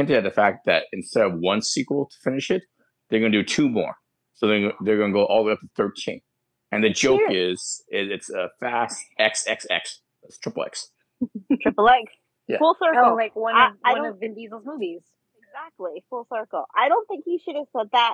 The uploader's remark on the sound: Especially with the audio problems and all.